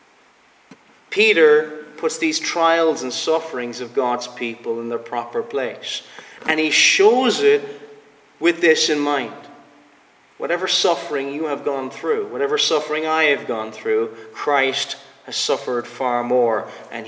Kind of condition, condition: setting, large echoing room